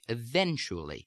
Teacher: We would say that the stressed or accented syllable is the second one.